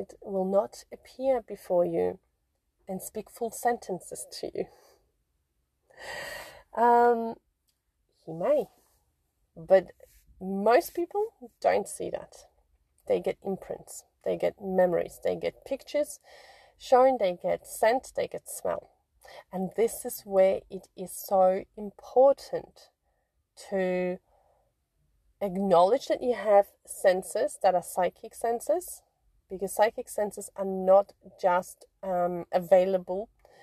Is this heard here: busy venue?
no